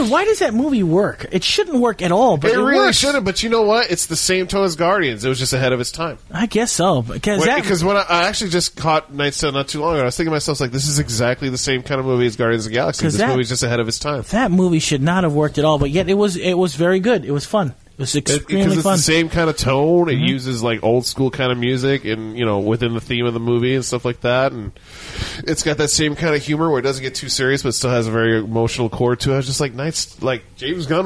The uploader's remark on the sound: All recorded live Maui Comics & Collectibles.